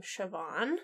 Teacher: So, in the Gaelic spelling, it's S-I-O-B-H-A-N. So, the H being there changes the sound of the B, and it sounds a little bit like a V in our American accents. And B-H and M-H both make that sort of English soft V sound that you hear in Siobhan.